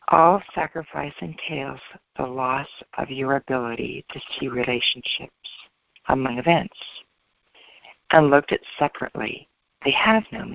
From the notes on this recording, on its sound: ACIM Daily TEXT Conference Call.